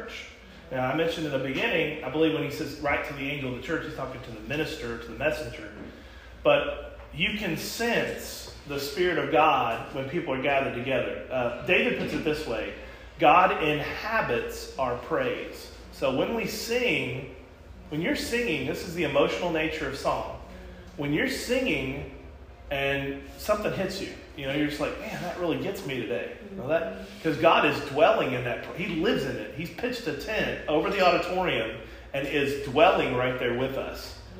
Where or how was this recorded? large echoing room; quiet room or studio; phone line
large echoing room